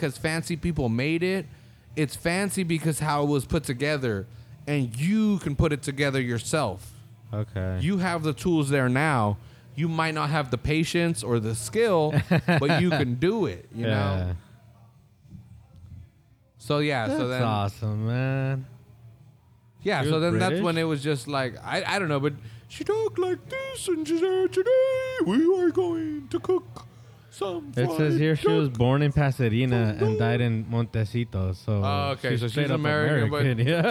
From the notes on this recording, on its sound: This episode was recorded back at our old recording space in XL Publichouse in Oldtown during the Parade of Lights festival. The rain stayed away long enough to keep everyone dry and the beer warmed us up.